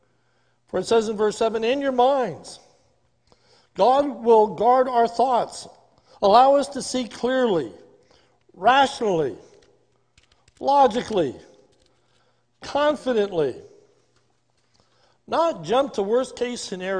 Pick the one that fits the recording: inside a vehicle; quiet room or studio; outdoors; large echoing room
large echoing room